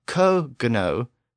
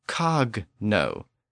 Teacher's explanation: But in normal pronunciation, that G sound was shifted to the end of the first syllable · Shown in: second take · and it went from co-gno to cog-no.